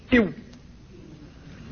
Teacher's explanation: أما الشفتان ففيهما مخرجان، مخرج للواو وهو في الواقع كما سبق اجتذاب للهواء، كأن الهواء قد خرج من الفم فتداركه الفم برد شيء منه، تقول إو، وتشاهدون تقلص الشفتين إلى الداخل عند النطق بالواو ساكنة